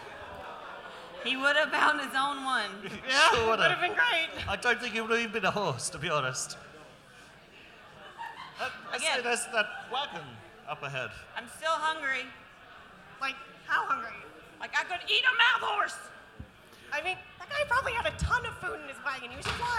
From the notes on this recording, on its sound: (GeeklyCon 2017 Liveshow). This episode was recorded live on stage at the Old Rock House in St Louis during the GeeklyCon 2017 Liveshow.